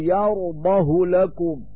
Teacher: فالهاء من كلمة يرضه لا تمد حركتها في رواية الإمام حفص